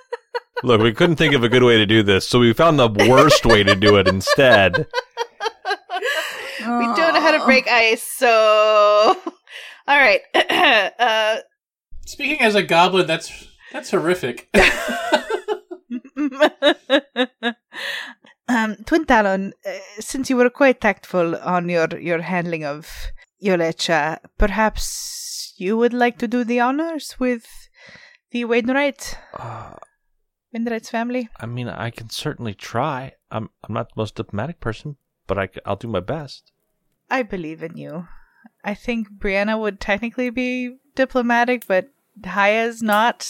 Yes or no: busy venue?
no